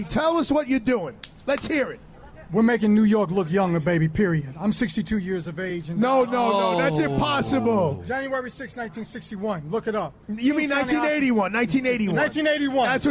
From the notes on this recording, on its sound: Live Broadcast from Pershing Square New York City. Live Broadcast from Pershing Square New York City.